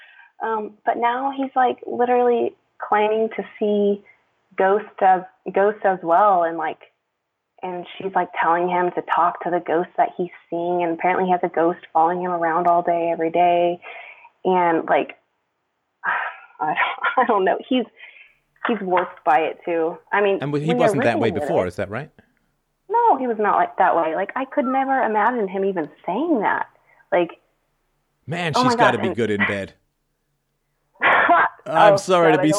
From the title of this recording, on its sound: Freedomain Call